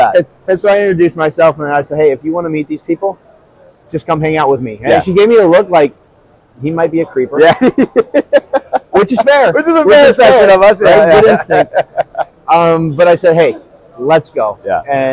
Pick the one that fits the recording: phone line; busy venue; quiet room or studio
busy venue